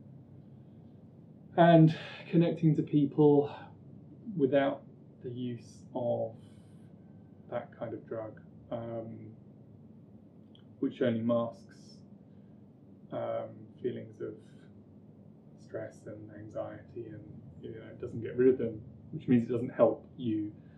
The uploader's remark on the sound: I apologise for the audio, it was recorded before I knew how to manage proper audio.